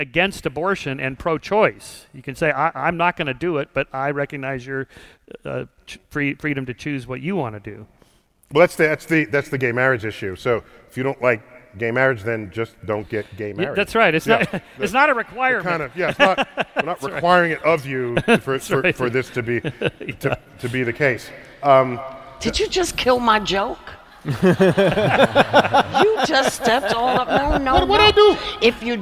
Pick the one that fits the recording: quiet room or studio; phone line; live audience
live audience